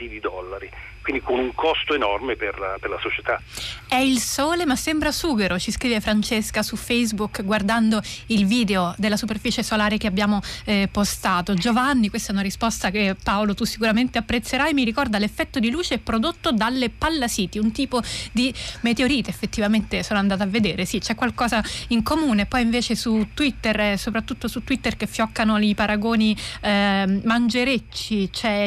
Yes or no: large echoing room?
no